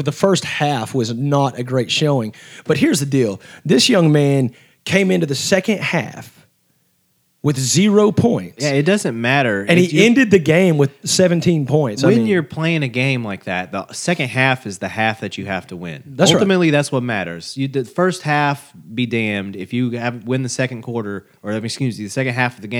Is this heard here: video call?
no